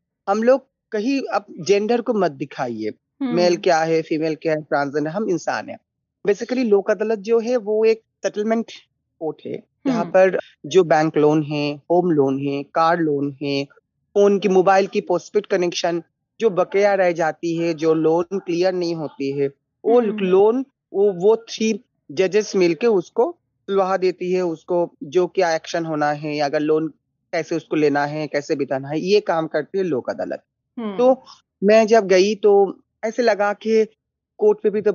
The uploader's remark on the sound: This conversation was recorded over Zoom.